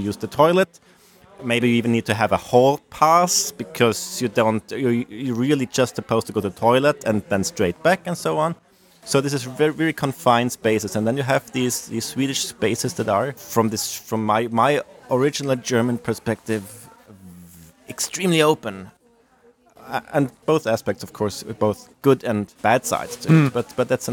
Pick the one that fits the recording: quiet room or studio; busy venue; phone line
busy venue